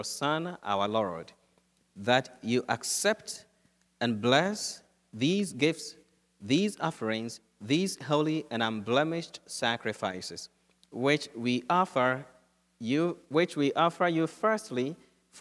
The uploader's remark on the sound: Holy Thursday Mass from Holy Spirit Catholic Church in Creston, Iowa.